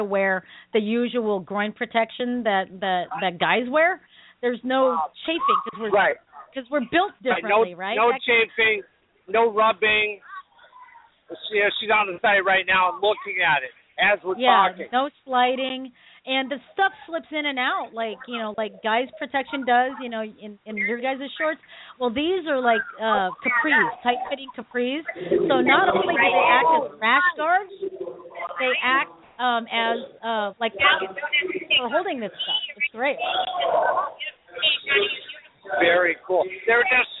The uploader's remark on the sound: Broadcasting live from Bob White Invitational. Broadcasting live from the Bob White Invitation tournament!